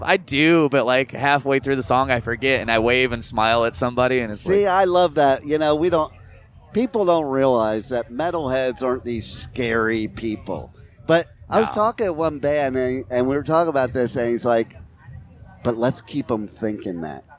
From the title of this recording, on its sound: at Blue Ridge Rock Festival 2023